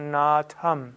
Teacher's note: Langes A und das TH hörbar.